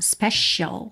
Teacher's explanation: essa letra C, que não soa C. E sim, SH